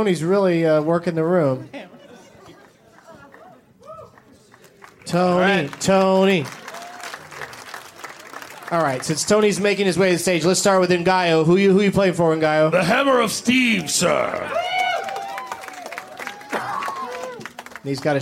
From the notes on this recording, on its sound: Live from the Punchline in Sacramento